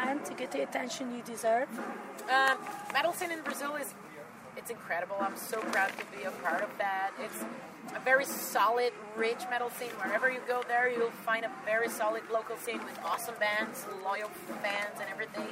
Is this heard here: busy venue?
yes